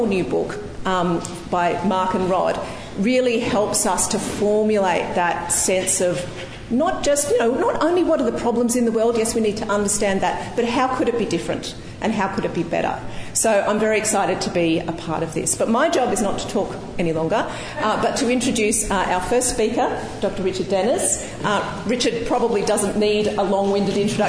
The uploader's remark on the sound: Recorded at Thor's Hammer in Canberra, 4th July 2023. In this seminar. Recorded at Thor's Hammer in Canberra.